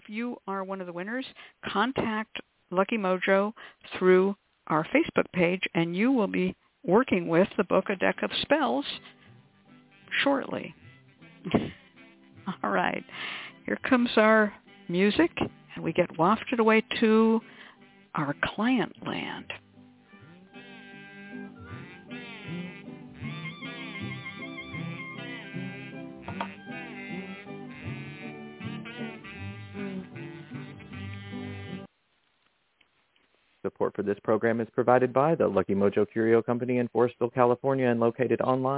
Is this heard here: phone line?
yes